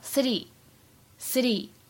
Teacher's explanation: 当中会有一个美音浊化的现象，会发现这个 t 送气呢并不是那么明显 · IPA: ['sɪti]